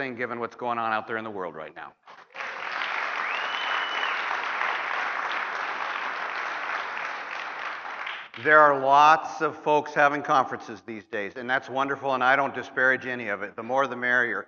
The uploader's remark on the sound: opening remarks at the 39th Annual Leadership Conference of the National Association of Addiction Treatment Providers at Barton Resort in Austin, Texas